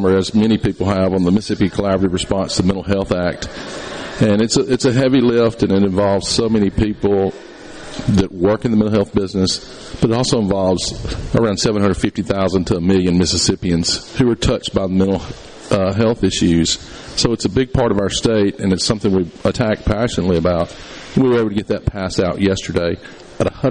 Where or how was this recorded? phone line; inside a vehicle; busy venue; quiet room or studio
busy venue